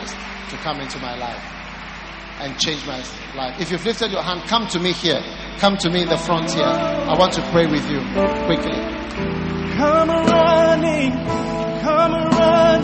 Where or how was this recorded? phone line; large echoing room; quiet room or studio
large echoing room